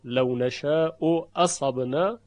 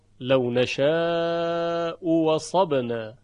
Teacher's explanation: و همینطور بیان شد که اگر همزه اولی مضموم باشه در دو کلمه البته و همزه دوم مفتوح لو نشاء اصبنا، همزه دوم تبدیل به واو خالص میشه · Shown in: second take